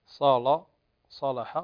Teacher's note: تفخيم اللام لمجاورة هذا الصاد